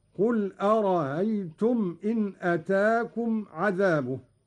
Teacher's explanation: قرأ قالون بتسهيل الهمزة الثانية من أرأيت الاستفهامية هكذا: قل أرأيتم إن أتاكم عذابه.